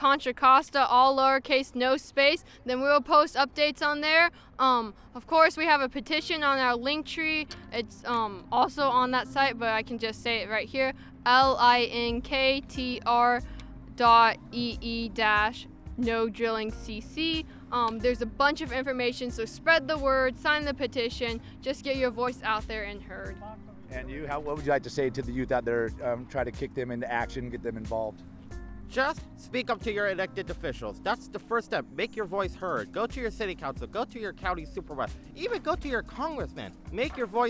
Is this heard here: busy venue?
yes